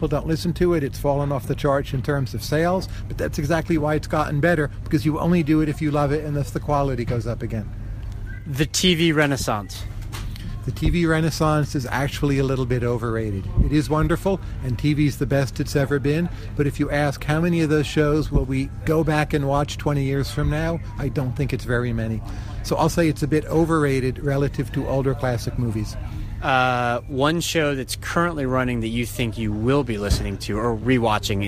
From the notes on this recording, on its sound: Economists, analysts and bloggers in attendance at the FT's Festival of Finance.